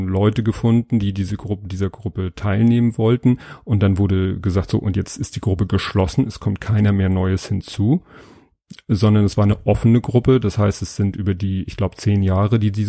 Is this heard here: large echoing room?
no